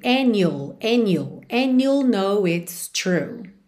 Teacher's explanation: ela juntou no N, ignorando o D. And you'll know it's true.